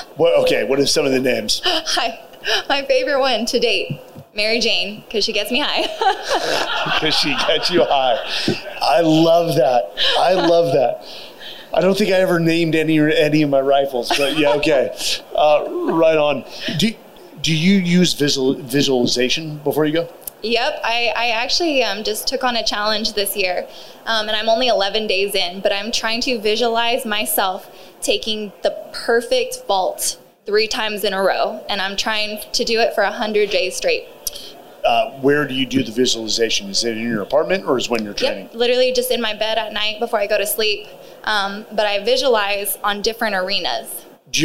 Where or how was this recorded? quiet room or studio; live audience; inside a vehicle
live audience